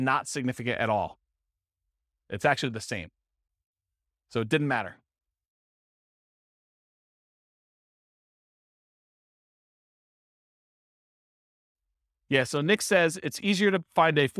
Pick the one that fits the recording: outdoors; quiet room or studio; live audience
live audience